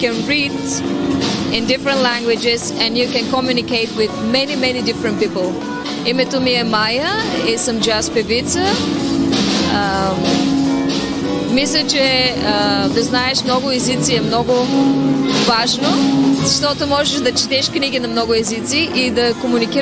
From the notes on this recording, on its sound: at Nishville Jazz Festival